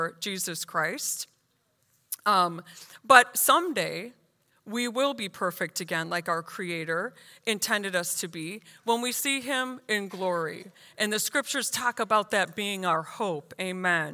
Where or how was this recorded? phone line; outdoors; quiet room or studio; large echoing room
large echoing room